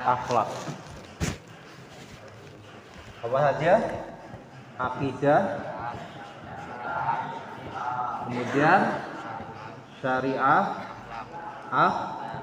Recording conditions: large echoing room